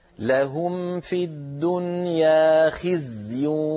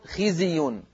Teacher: الزاي أعطها حقها من الرخاوة والرخاوة هي جريان الصوت · Shown in: first take